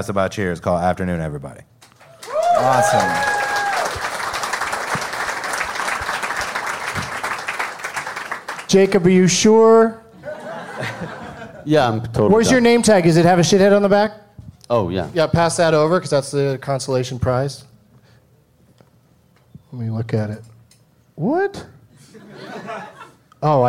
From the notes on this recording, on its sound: Live from the Firebird in St. Louis, MO.